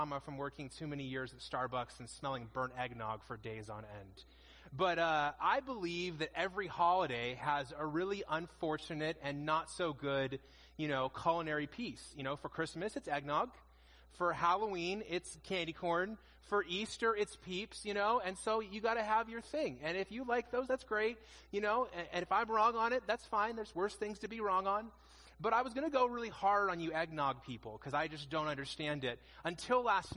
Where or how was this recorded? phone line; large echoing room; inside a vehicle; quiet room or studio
large echoing room